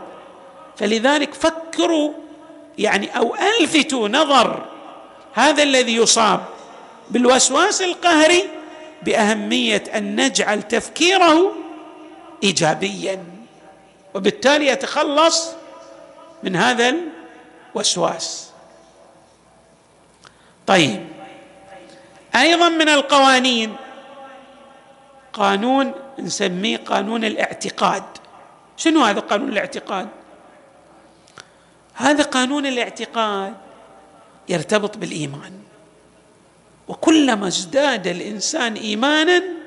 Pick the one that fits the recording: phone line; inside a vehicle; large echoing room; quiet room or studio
large echoing room